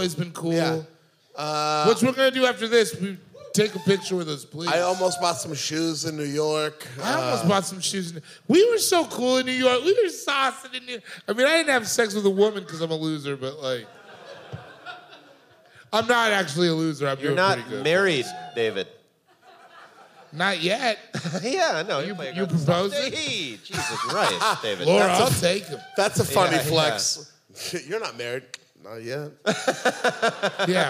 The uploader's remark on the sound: We release our final live show from the tour. This episode was recorded live at The Magic Bag in Detroit, MI.